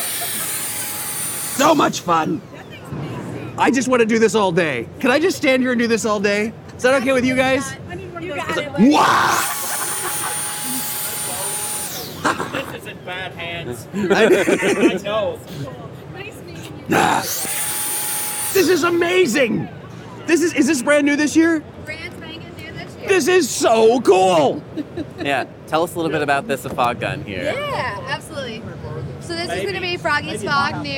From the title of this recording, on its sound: LIVE from the IAAPA Expo Show Floor